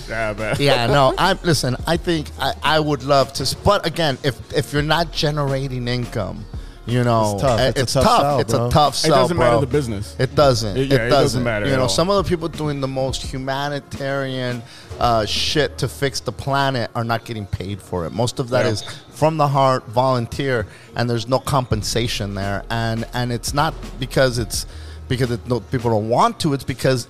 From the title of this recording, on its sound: LIVE from Estrella Negra!